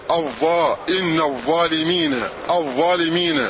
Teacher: وما ذلك إلا لأنه لم يخرج لسانه كما ينبغي، فيخرج لسانه قليلا حتى يلامس رأس اللسان رؤوس الثنايا العليا